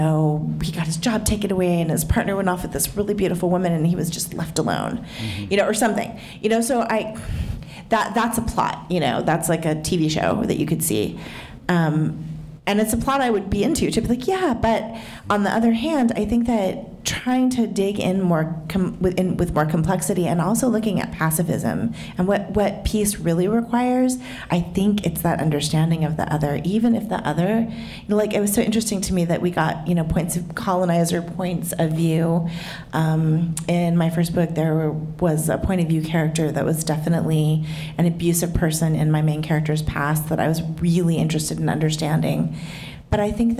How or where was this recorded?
live audience